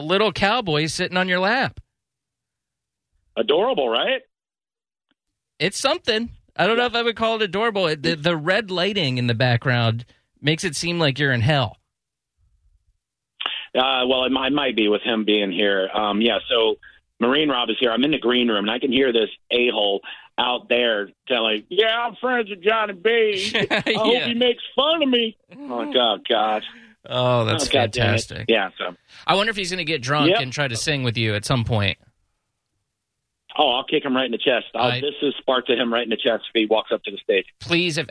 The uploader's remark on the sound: calls in from LKLD LIVE